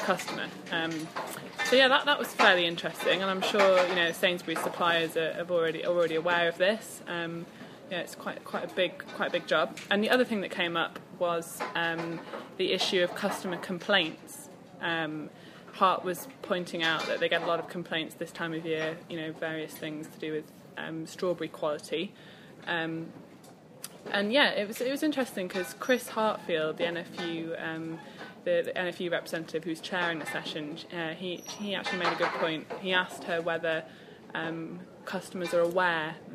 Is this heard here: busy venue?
yes